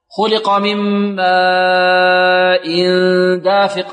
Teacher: إذن سبب المد الهمز والسكون، الإمام قالون يمد هذا الموضع وأمثاله بمقدار أربع حركات، ويسمى مدا متصلا لاتصال الهمزة في حرف المد في كلمة واحدة